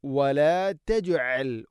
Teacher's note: ജീമിനെ ഖൽഖല ചെയ്യണം, കേൾക്കണം. വല തജ്അൽ, തജ്അൽ അല്ല, ഹംസ അല്ല, തജ്അൽ, തജ്അൽ.